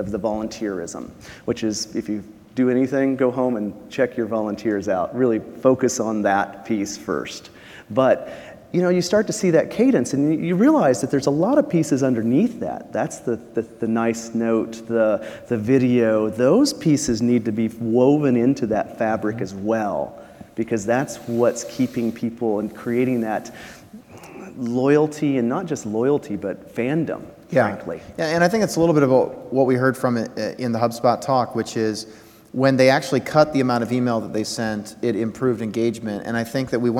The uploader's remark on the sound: Live from RAISE2019